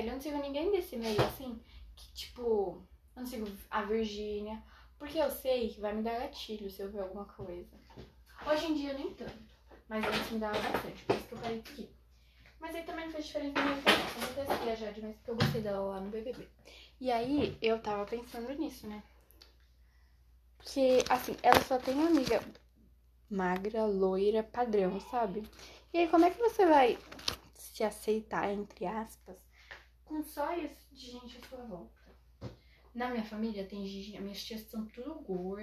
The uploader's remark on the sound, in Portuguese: Fiz esse ep de tarde. Desculpem pelos barulhos.